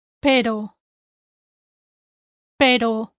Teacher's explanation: Notice how there is no trill in this word. · Term: single R